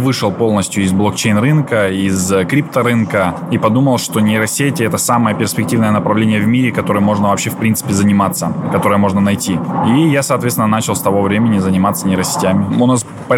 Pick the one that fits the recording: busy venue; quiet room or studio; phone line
busy venue